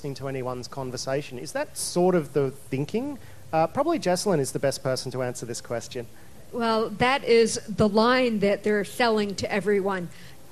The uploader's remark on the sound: Panel recording, Splendour in the Grass. This is a recording of a panel I hosted at the Splendour in the Grass music festival forum.